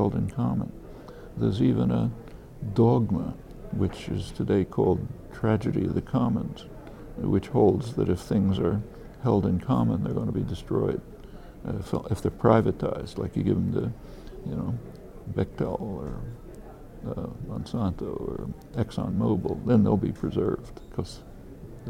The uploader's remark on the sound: This conversation was recorded backstage at the Left Forum in New York, June 8, 2013.